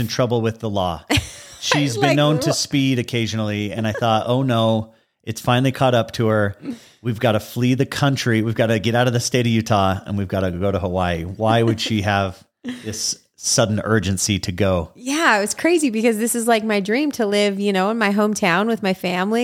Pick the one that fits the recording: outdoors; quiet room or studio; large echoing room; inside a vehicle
quiet room or studio